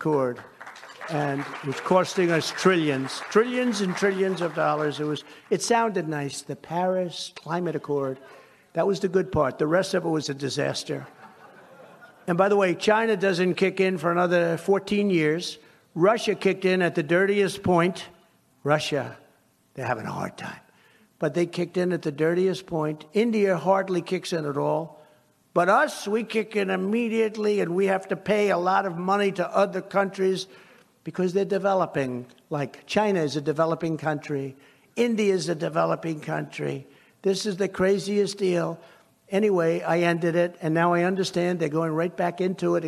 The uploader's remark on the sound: Heritage’s Annual Leadership Conference in Amelia Island, Florida